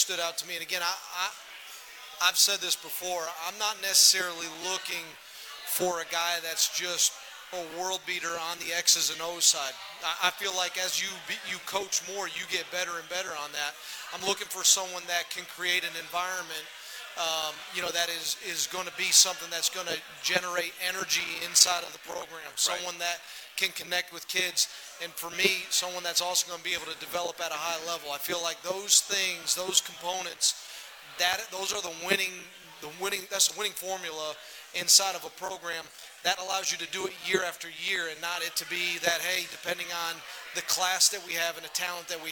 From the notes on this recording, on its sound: Live from Happy Hour Bar and Grill